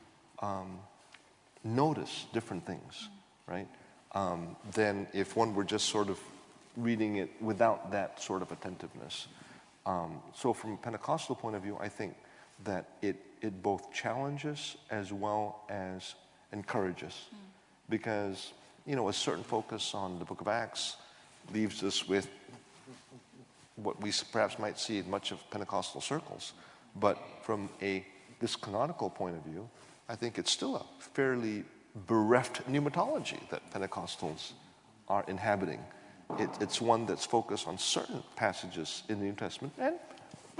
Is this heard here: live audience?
yes